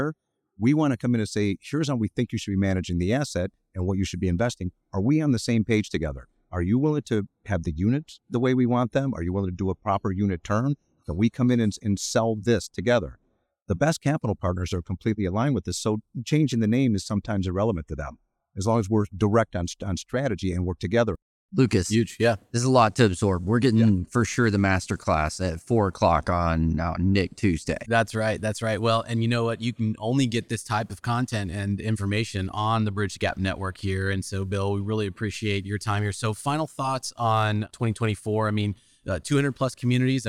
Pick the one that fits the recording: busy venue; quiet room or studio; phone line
busy venue